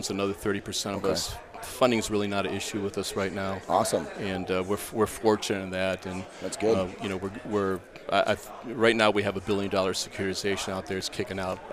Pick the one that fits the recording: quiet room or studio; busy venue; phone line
busy venue